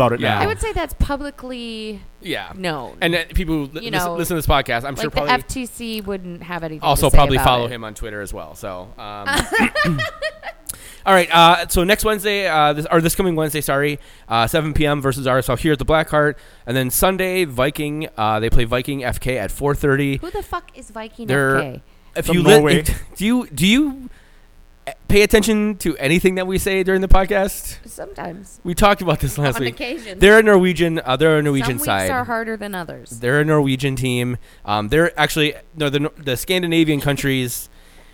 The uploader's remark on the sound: Well, we tried to get together and do this thing in person again and we ran into some technical difficulties. Apologies for a slight buzz.